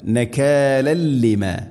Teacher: നകാലൻ ലിമ, നകാലൻ ലിമ, തൻവീനു ശേഷം ലാമ്, തൻവീനിനെ ലാമിലേക്ക് ഇദ്ഗാം ചെയ്യണം, കൂട്ടിലയിപ്പിച്ച് മണിക്കാതെ ഉച്ചരിക്കണം. ഇദ്ഗാം ബിലാ ഗുന്ന, നകാലൻ ലിമ.